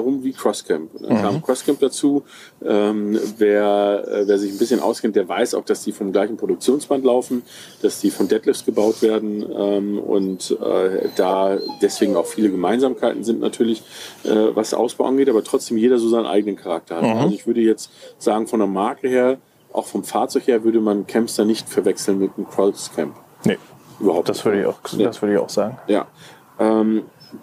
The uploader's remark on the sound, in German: Vogelgezwitscher und Kaninchen, die im Hintergrund über die Wiese hoppeln. An der Mosel sitzen, haben sie diese Folge des Campingpodcasts „Vans & Friends“ aufgenommen.